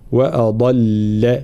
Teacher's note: أضل ترقيق الهمزة وتفخيم الضاد ثم ترقيق اللام